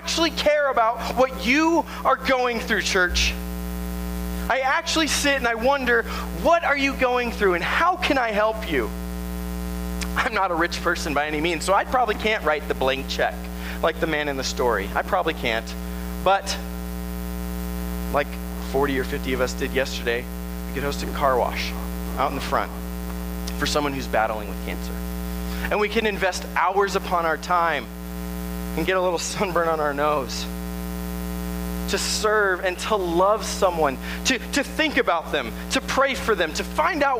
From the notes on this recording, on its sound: At Tempe Nazarene Church. Sermon originally preached.